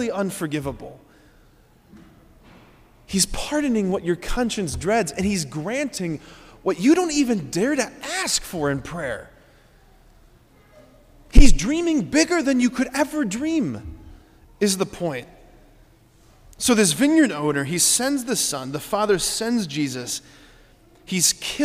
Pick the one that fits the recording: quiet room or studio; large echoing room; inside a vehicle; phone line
large echoing room